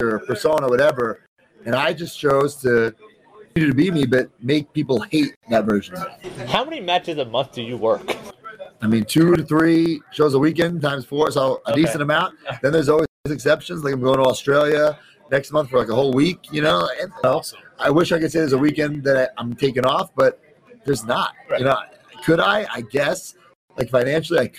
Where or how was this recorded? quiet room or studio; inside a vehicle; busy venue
busy venue